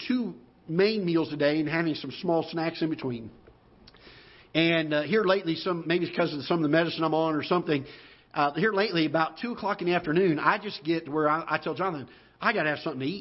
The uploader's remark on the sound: Ketha Heights Baptist Church ~ Live Broadcast.